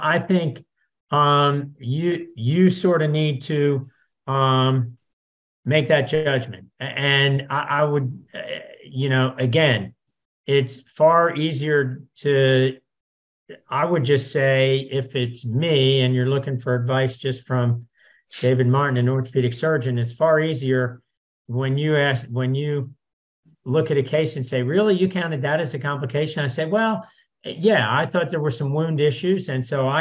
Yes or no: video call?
yes